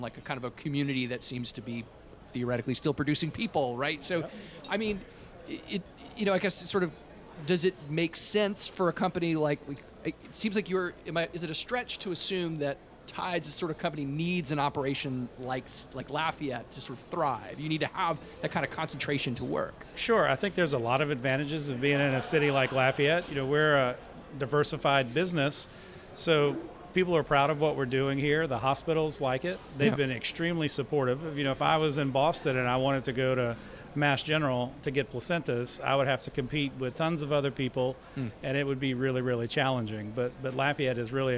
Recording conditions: busy venue